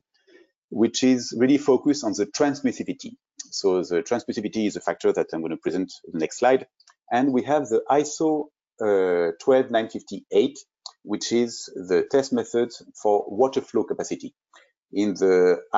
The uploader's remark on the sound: This is an audio version of the FGI webinar.